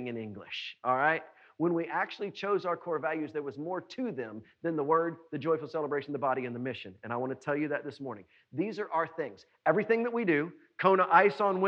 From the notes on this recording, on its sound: was preached at NBC on Main on July 12, 2020.